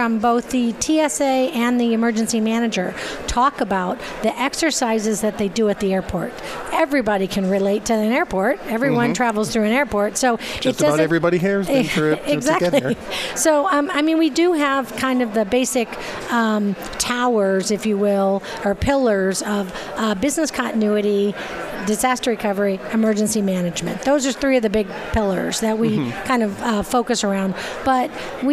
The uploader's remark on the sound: Live From Disaster Recovery Journey Conference 2018. Broadcast live from DRJ 2018 in Phoenix Arizona.